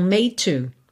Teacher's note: Como o último som de made é D, DT, DD, TT e TD, a gente junta num som só.